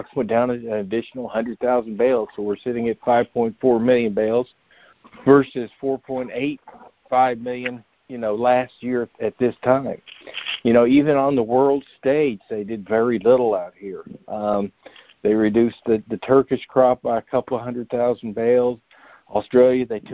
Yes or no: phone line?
yes